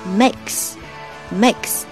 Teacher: 中间的 K 的音，可以把它，啊，弱化一些